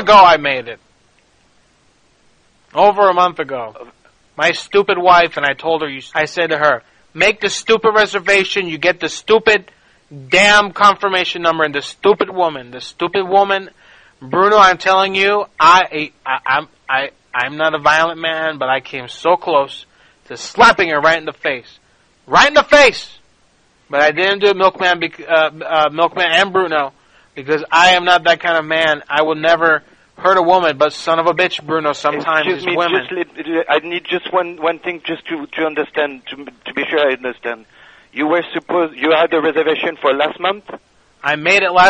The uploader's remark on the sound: Prank Phone Calls